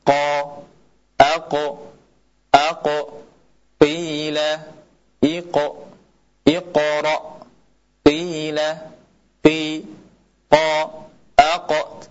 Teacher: Yang benar adalah makhrajnya huruf qaf dia di pangkal lidah, bukan di akar lidah. Bahkan pangkal lidah bertemu dengan langit-langit lunak.